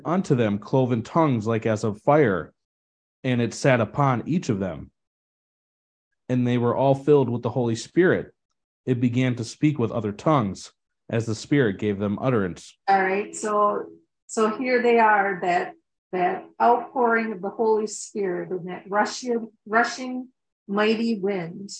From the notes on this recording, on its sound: Madison Zoom Class.